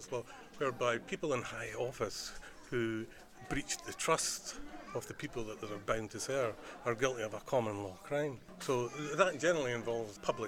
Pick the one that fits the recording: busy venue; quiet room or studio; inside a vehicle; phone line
busy venue